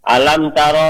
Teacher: Idhar yang jelas syafawi di bibir ya. · Term: Idhar syafawi